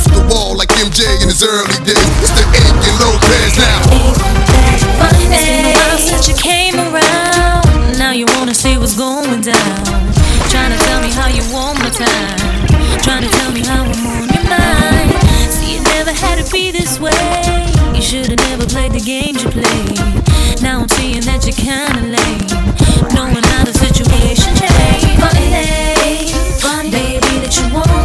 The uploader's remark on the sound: Festac NYC. Live Audio From Link Up Thursdays.